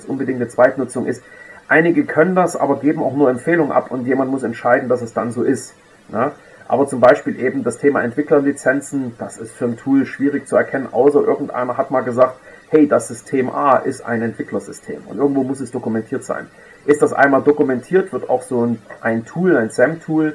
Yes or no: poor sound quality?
yes